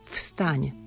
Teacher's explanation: prvé slovo vstaň musí zaznieť to neznelé F